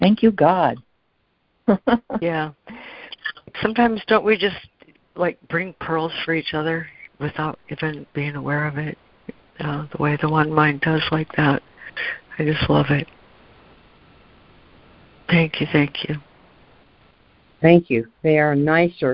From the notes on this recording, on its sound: ACIM Daily Conference Call.